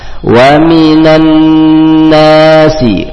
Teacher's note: nun bertasdid tidak ditekan tapi ditahan dua rakaat